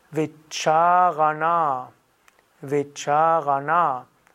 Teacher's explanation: Also langes A und zerebralisiertes N.